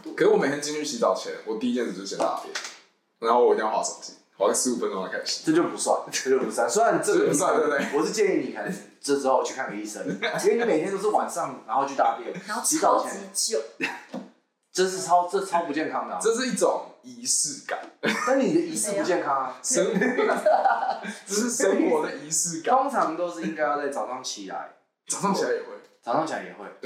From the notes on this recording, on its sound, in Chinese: 試錄集，錄音品質敬請見諒